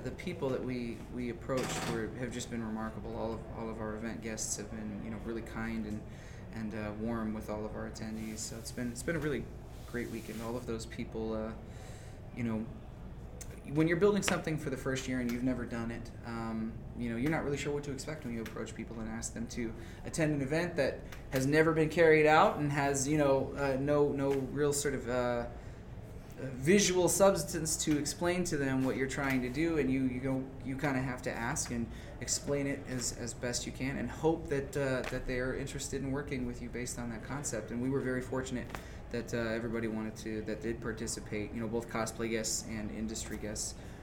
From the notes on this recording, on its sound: Live at Anime Magic 2019 Interview.